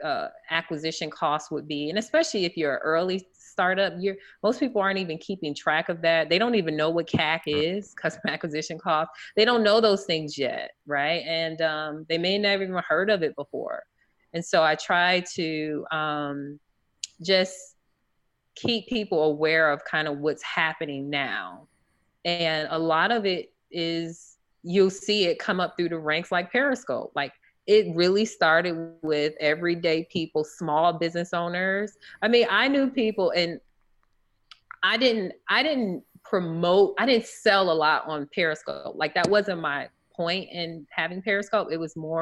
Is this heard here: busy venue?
no